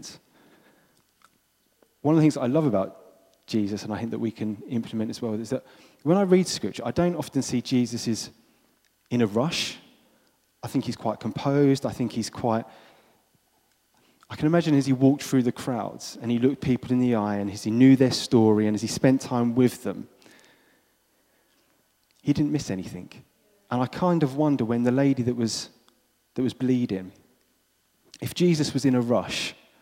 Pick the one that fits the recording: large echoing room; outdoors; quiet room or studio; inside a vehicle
large echoing room